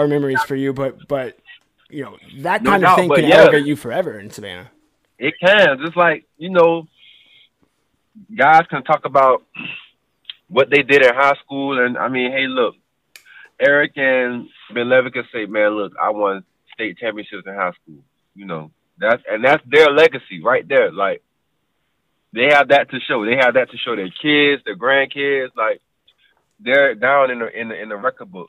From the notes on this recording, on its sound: phone recording